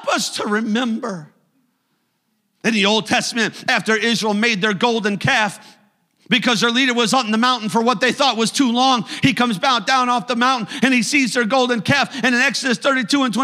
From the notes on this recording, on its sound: a service recording from Connect Point UPC